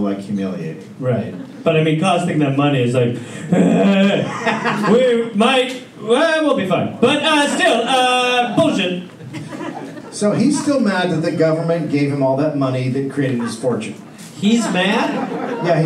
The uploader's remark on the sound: Recorded live in Sacramento